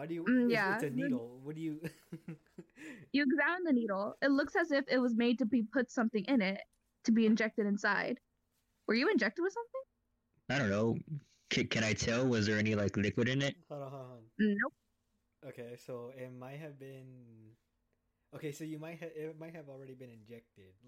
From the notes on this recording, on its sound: Sorry for crappy audio.